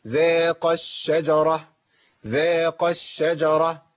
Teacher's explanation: يبقى أنا حذفت إيه؟ الألف المادية لالتقائها بساكن وهو الشين